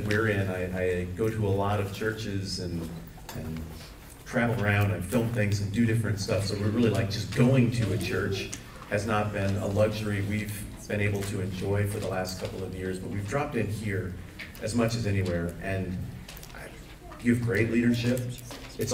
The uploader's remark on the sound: We apologize for the low audio quality